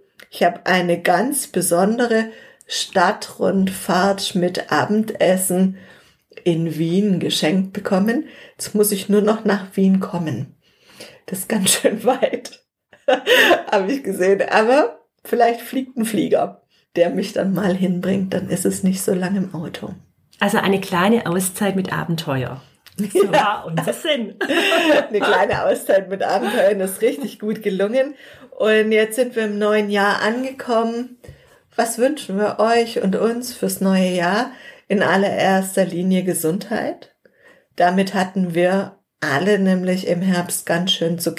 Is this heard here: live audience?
no